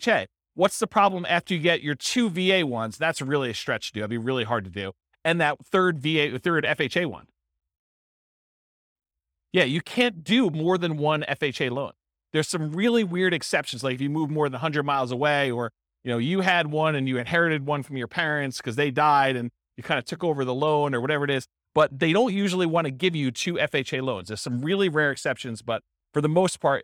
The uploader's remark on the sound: This was a live class recorded